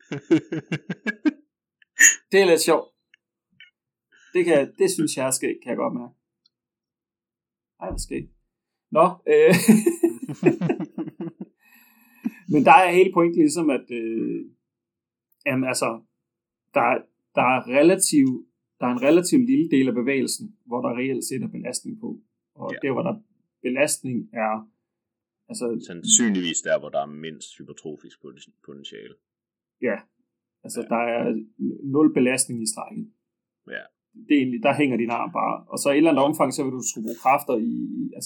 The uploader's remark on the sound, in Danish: Så har vi gjort vores bedste for at rydde og rode op i lidt krimskrams på linjen - så det lyder nok lidt mere som en telefonsamtale i kvaliteten, end den vanlige studie kvalitet.